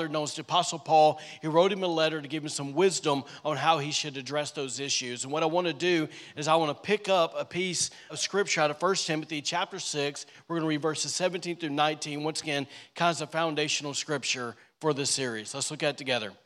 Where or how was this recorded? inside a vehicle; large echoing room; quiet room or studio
large echoing room